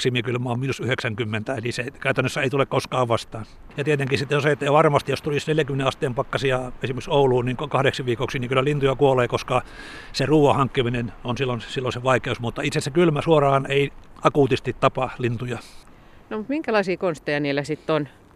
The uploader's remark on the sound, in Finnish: talvisella linturetkellä